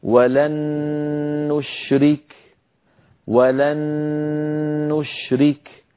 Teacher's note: فأدغمنا النون الساكنة في النون المتحركة فصار النطق بنون مشددة، والنون المشددة كما مر معنا تحتاج إلى غنة أكمل ما تكون.